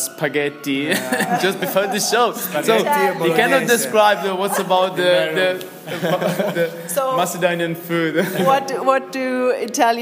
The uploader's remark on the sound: This last tunes&wings interview for 2018 was recorded at an event in Skopje.